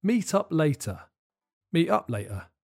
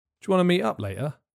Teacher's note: there's a good chance that the T at the end of meet and in the middle of later would be replaced by glottal stops. A glottal stop is a complicated way of saying that the word stops quickly, so instead of saying meet up, you'd say meet up.